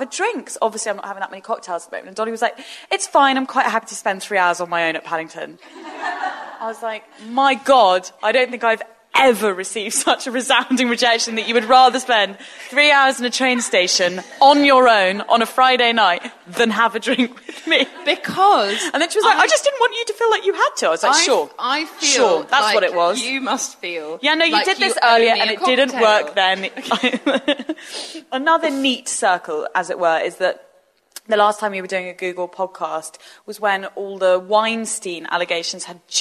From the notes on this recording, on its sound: It’s another live episode, recorded at The Old Selfridges Hotel in collaboration with Google Pixel 2.